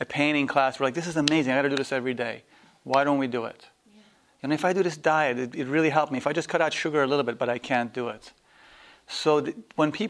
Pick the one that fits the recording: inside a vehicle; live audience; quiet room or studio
live audience